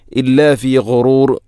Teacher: ഗൈന്, ഗൈ തൊണ്ടയുടെ ഏറ്റവും മുകൾ ഭാഗം